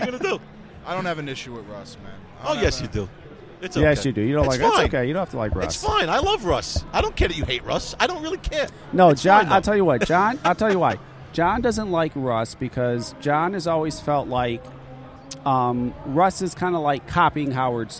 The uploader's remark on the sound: Live From Vape Northeast. Our live broadcast from Vape Northeast VP Live.